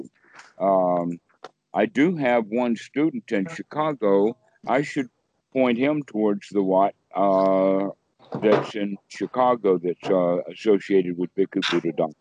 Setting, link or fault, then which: link, video call